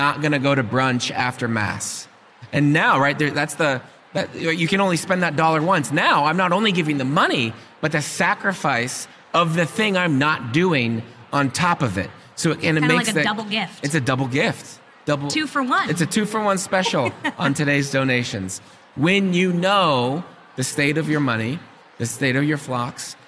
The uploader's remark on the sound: Recorded LIVE at SEEK 24.